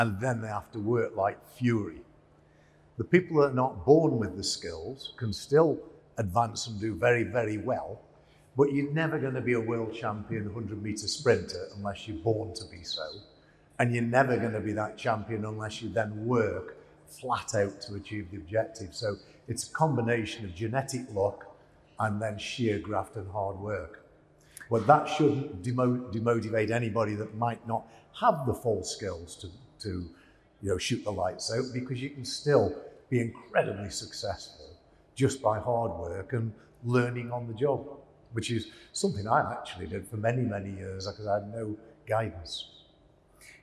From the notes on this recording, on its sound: LIVE on stage at Ideas Fest 2022.